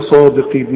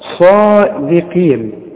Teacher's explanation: وبعدين صادقين، الصاد من اعلى حروف التفخيم، لكن خد بالك من الدال بتتحول معاك الى ضاد · Shown in: first take